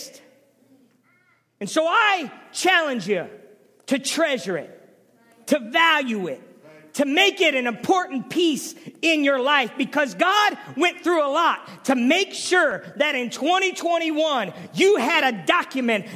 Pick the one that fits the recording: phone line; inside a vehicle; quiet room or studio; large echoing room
large echoing room